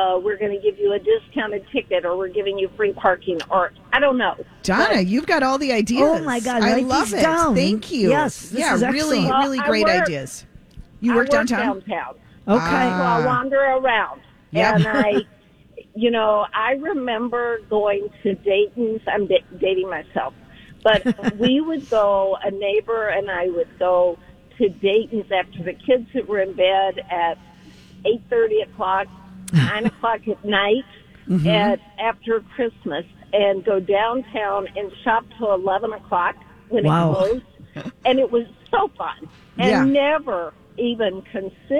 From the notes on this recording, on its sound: Live from the Children's Theatre Company for another Santa Stop during our 15th Annual Santa Project for Ronald McDonald House!